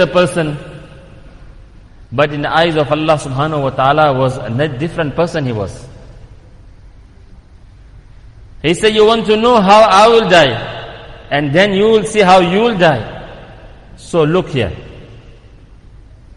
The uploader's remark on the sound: Jumuah lecture at Masjid e Quwwatul Islam